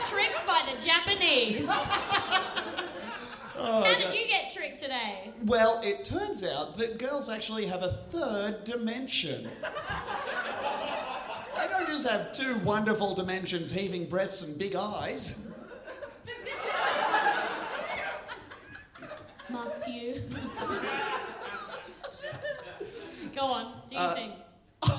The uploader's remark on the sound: MELBN LIVE SHOW. This is our live episode from Melbourne.